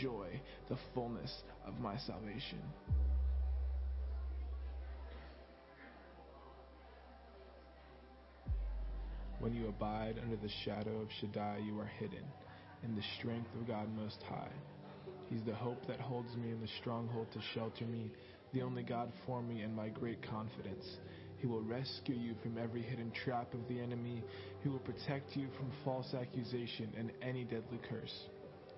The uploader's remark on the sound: Sunday Morning Service